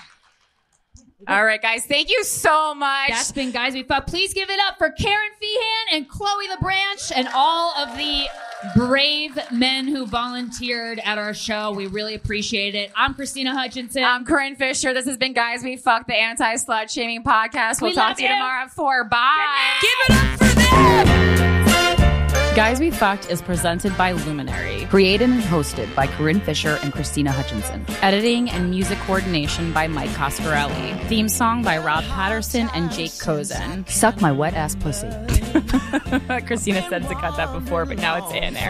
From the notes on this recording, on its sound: This week's episode was recorded live at Skankfest in Las Vegas, Nevada! Read an email in-studio. We then move to the live show. A live dck rating of several bold audience members.